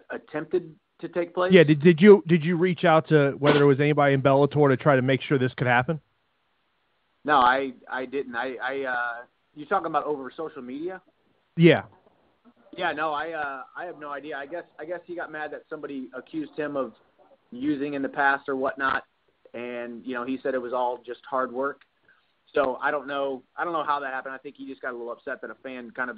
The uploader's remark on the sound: Bellator MMA conducted a media conference call with it's roster.